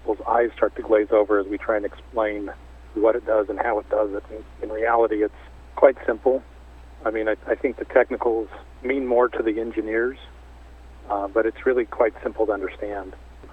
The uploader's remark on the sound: called in to SmallCapVoice